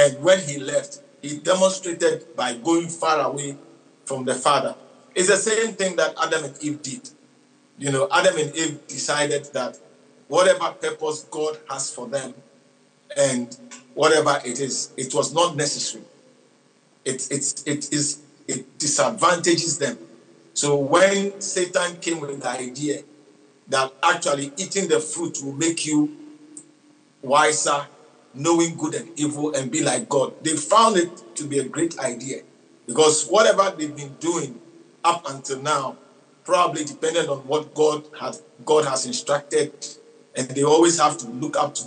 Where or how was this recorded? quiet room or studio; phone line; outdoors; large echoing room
large echoing room